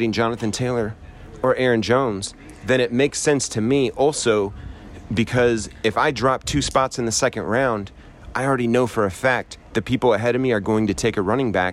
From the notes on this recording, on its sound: Why not kick off the 2021 season with some live content from the draft in San Diego.